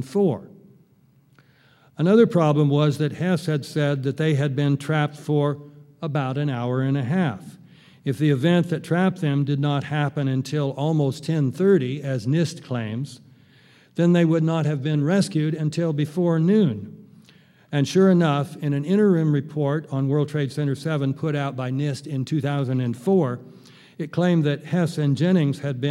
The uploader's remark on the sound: keynote address at the 5th Annual 9/11 Film Festival in Oakland, California